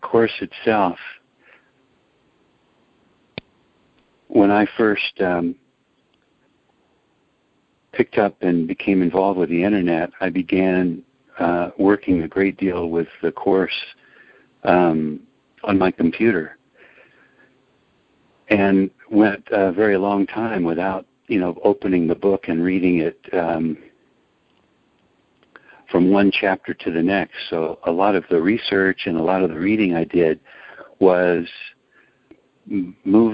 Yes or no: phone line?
yes